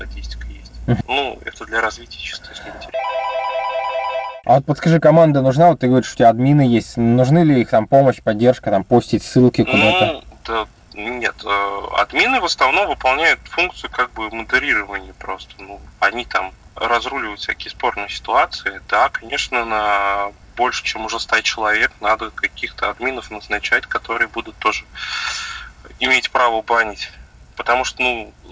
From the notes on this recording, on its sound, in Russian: Извиняюсь за качество записи